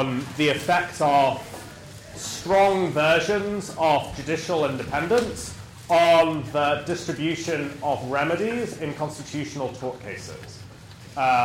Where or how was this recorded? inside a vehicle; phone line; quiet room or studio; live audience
live audience